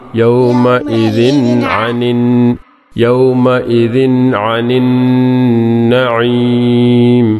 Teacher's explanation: പിന്നെ യൗമ ഇദിൻ അ, യൗമ ഇദിൻ അ തൻവീന് ശേഷം ഐനാണ്. അപ്പോൾ ഒട്ടും ഉന്നത്ത് വേണ്ട.